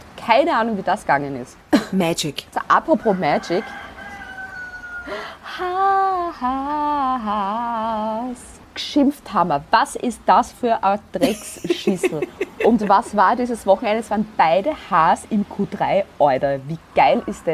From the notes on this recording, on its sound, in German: Hintergrundgeräusche gibts oben drauf